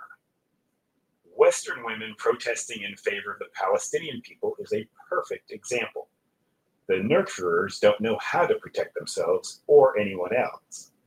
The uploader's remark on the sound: We apologize for any audio quality issues.